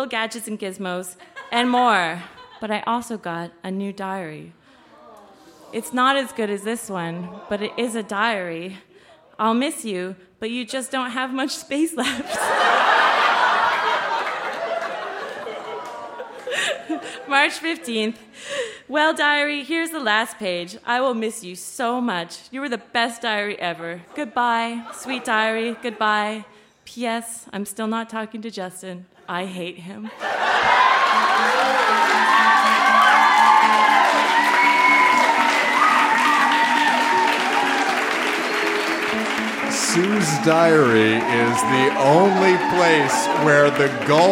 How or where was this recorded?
live audience